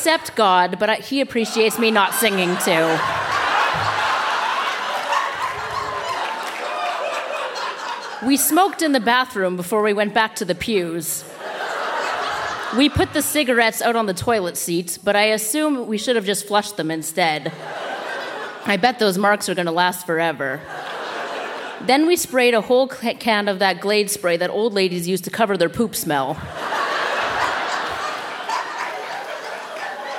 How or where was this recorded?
live audience